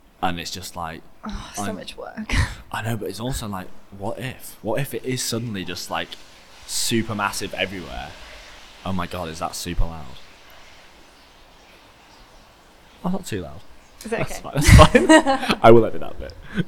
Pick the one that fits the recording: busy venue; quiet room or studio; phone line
busy venue